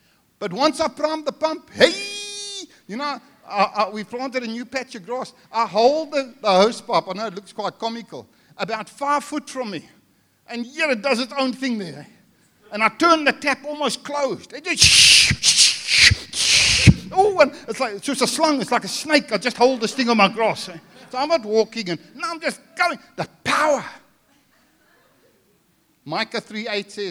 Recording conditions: large echoing room